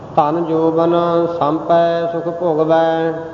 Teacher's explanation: ਵਿਚਾਲੜੀ ਜੀ ਆਵਾਜ਼ ਵਿੱਚ ਭੋਗਵੈ ਕਹਿਣਾ ਹੈ ਨਾ ਭੋਗਵੈ ਕਹਿਣਾ ਨਾ ਭੁਗਵੈ ਕਹਿਣਾ ਵਿਚਾਲੜੀ ਜੀ ਆਵਾਜ਼ ਕਰਨੀ ਹੈ